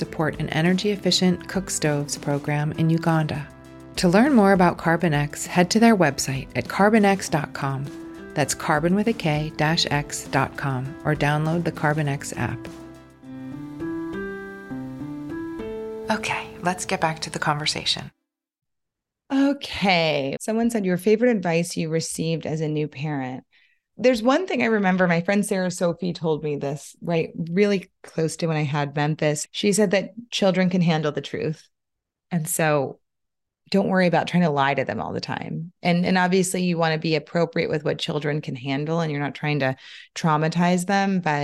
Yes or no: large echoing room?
no